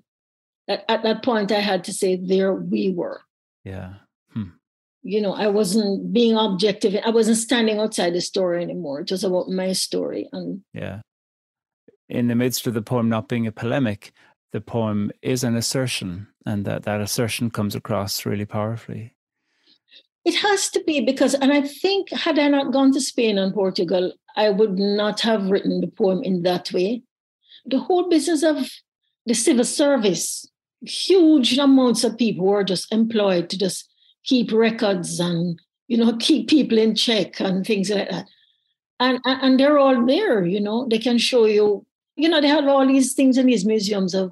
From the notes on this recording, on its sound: As part of a celebratory launch party for the new Poetry Unbound book. A joyful Zoom room of poetry lovers and listeners of the show, old and new.